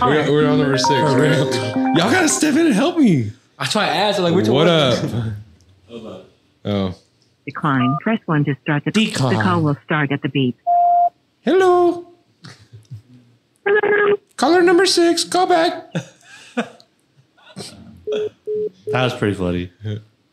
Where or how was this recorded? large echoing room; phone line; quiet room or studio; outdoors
phone line